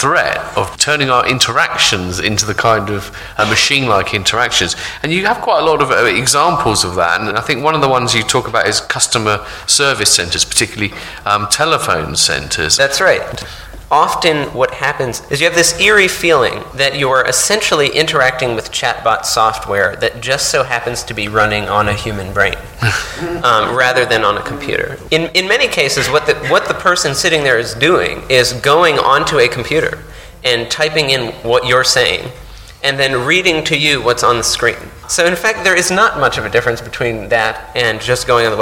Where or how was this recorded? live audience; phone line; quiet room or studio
live audience